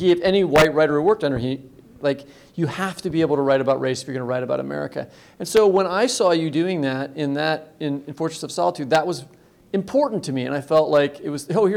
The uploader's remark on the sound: live at the Cider Gallery in Lawrence, Kansas